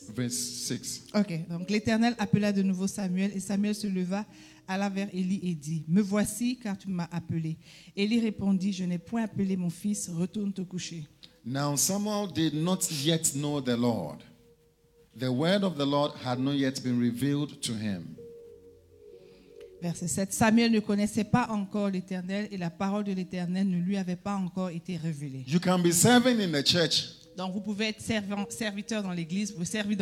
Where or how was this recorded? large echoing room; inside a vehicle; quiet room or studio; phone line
large echoing room